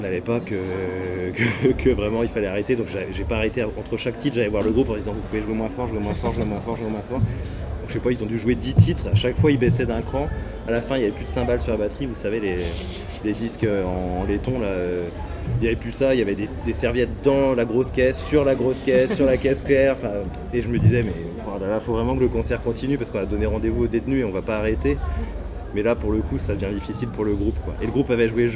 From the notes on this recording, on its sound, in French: Entretien réalisé en décembre 2015 avec le secrétaire général de l'association TransMusicale lors du festival